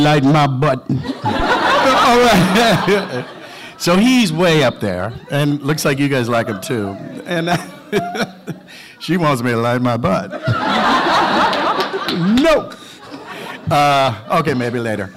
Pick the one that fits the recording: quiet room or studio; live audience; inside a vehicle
live audience